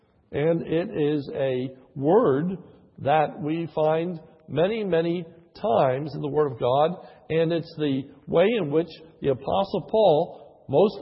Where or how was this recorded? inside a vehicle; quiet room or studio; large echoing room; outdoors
large echoing room